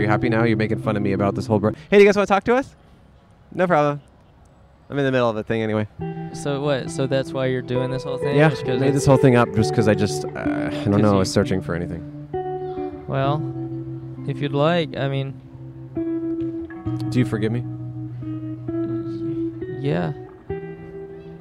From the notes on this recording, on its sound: Recorded on Palm Avenue in Downtown Burbank, CA.